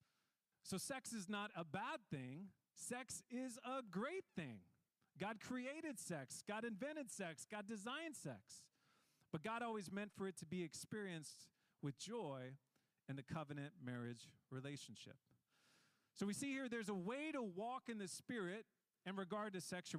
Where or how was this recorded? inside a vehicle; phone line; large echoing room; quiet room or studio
large echoing room